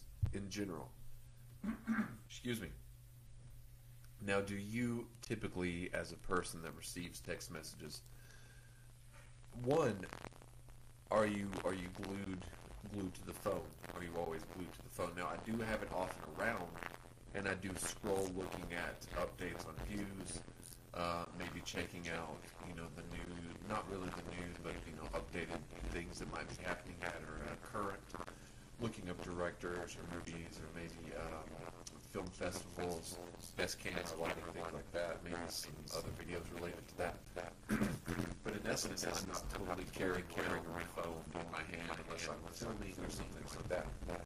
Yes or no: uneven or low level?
yes